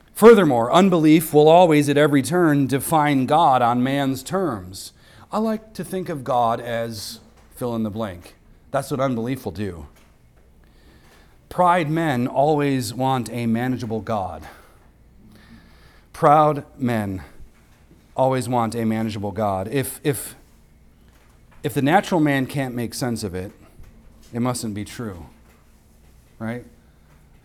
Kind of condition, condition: setting, large echoing room